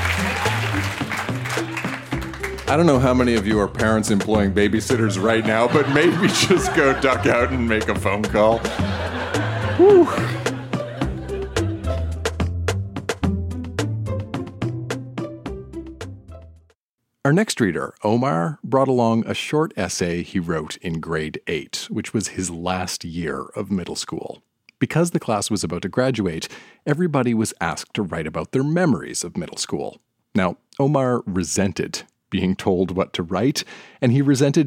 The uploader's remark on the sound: Recorded live at the Biltmore Cabaret in Vancouver, BC.